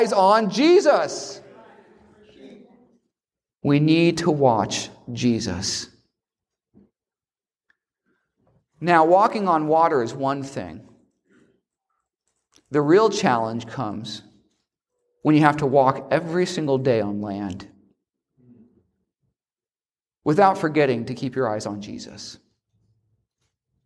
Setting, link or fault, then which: setting, large echoing room